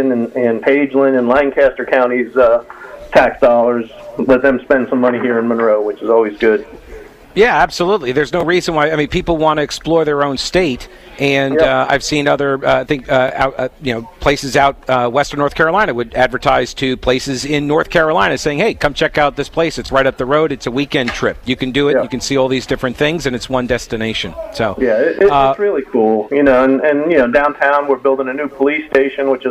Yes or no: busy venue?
yes